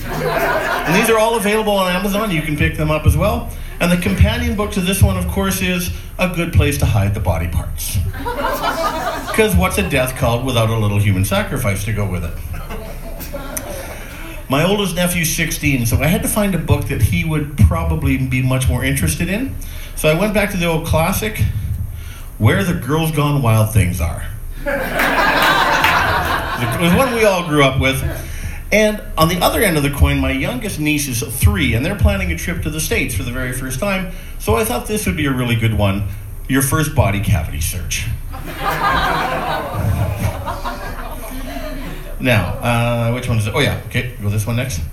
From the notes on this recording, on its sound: A recent set recorded at the Great Plains Comedy Festival.